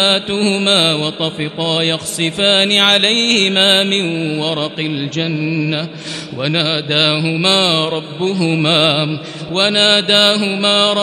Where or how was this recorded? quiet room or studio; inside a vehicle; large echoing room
large echoing room